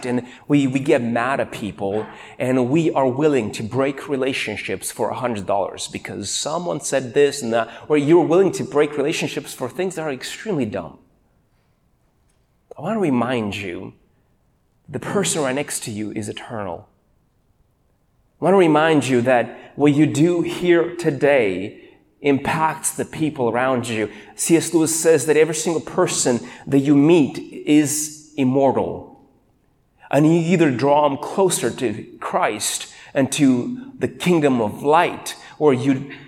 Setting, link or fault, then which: setting, large echoing room